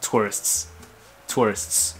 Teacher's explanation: Đi xuống đúng không? Đi xuống, nhấn vào tour.